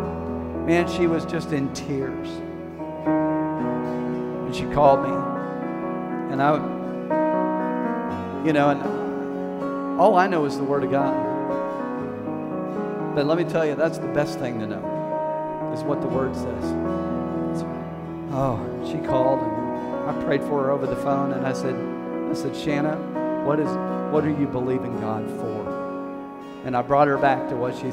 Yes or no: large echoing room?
yes